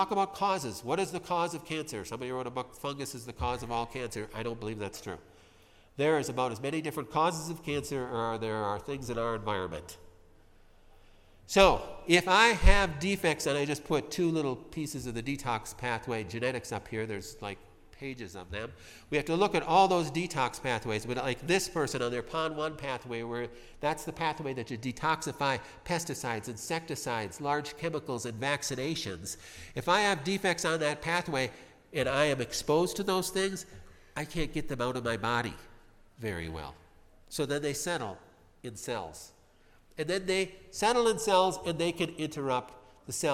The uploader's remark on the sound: Spoke at the 45th Annual Cancer Control Society Conference. At the lovely Hilton hotel in Glendale, California.